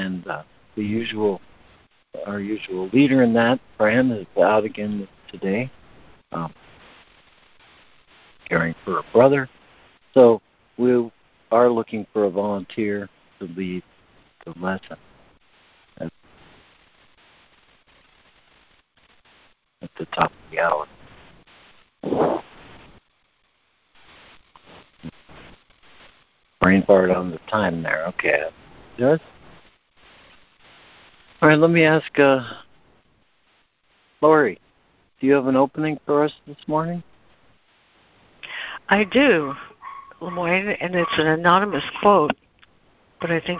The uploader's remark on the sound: ACIM Daily Conference Call